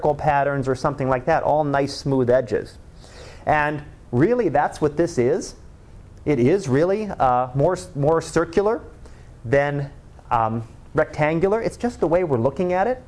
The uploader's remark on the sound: Live Class Lecture.